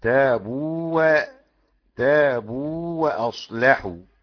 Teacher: الواو الاولى ساكنه لكنها مديه، وخلف المد ايضا بالاجماع، فده حركتين · Term: مد تمكين